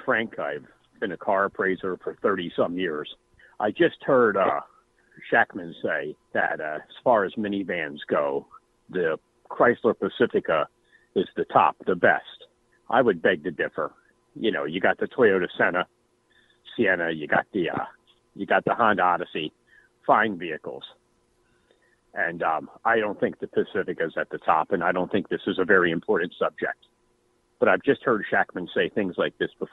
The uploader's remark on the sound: take phone calls